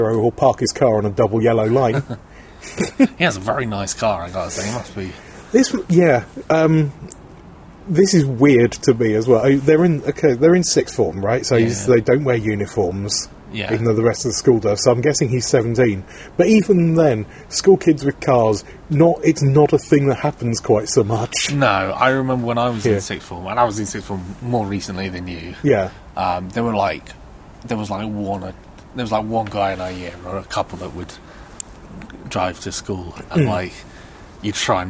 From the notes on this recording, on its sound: This episode of EHPodcast does feature a rare bit of outside broadcast. Our carefully cultivated music bed only lasts half the episode.